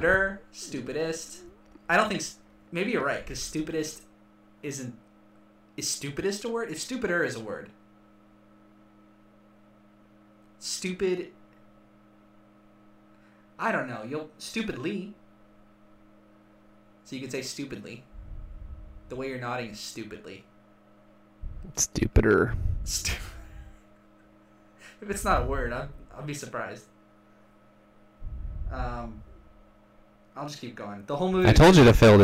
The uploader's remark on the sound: We apologize about the audio issues throughout the episode. This was our first time recording with two microphones.